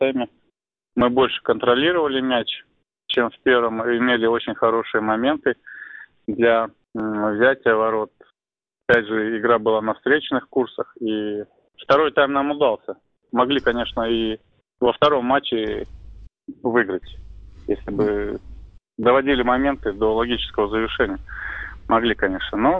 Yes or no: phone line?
yes